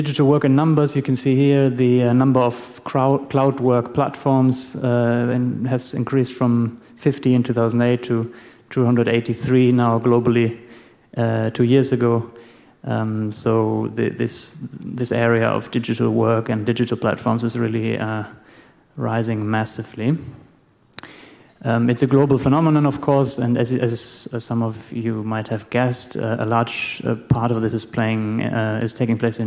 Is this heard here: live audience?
yes